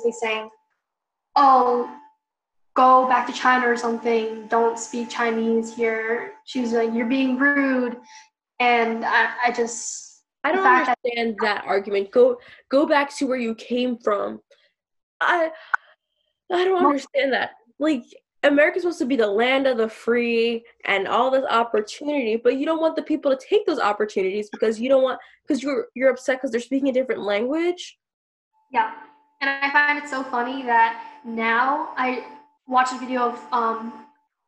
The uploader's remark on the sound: We've been recording through zoom because of the current social distancing situation, so the audio quality is not the best